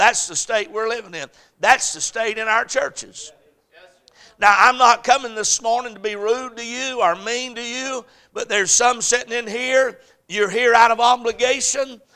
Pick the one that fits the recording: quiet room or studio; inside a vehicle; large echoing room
large echoing room